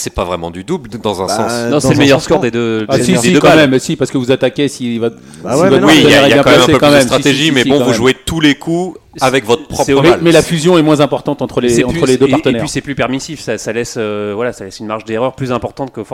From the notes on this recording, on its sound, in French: Enregistré le vendredi 28 septembre 2018 au Golf National, 78180 Saint-Quentin-en-Yvelines